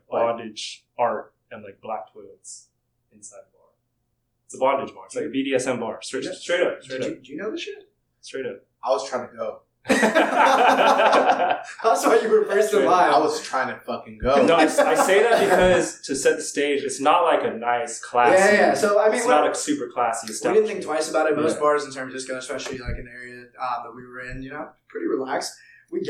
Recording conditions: poor sound quality